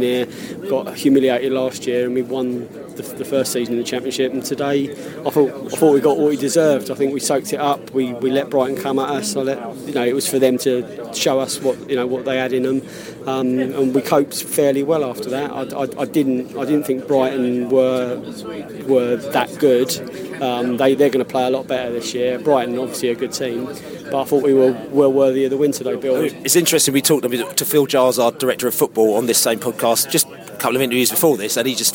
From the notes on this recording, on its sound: Post-match podcast from the pub. Plenty of comparisons to Crystal Palace chanting from the away end.